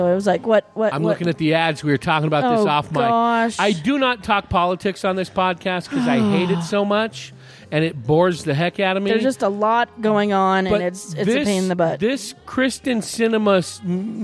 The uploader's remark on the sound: Recorded at Marks Beer Garden in Prescott. Recorded at Marks Beer Garden in Prescott.